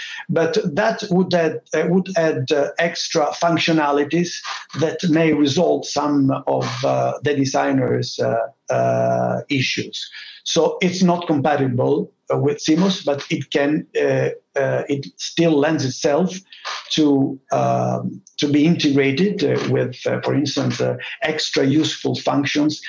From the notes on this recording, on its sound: During our PowerUP virtual conference, we had an exceptional lineup of speakers and companies.